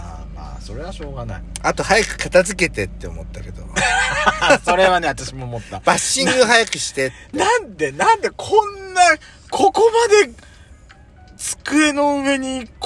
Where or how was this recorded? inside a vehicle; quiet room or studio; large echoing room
inside a vehicle